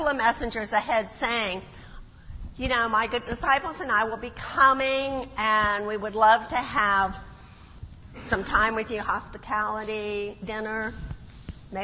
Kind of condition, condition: setting, large echoing room